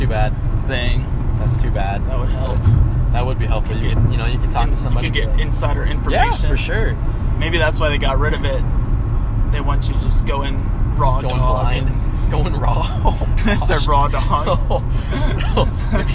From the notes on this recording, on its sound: We literally did our first two podcasts in the car so please excuse the horrible audio quality